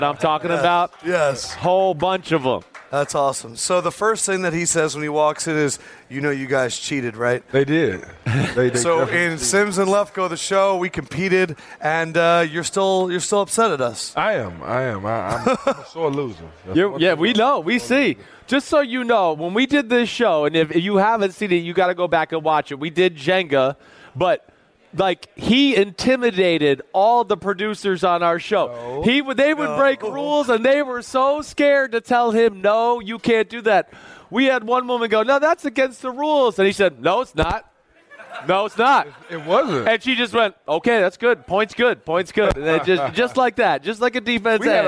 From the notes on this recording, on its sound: Super Bowl Live. It's the final day of our live shows from Dantanna's!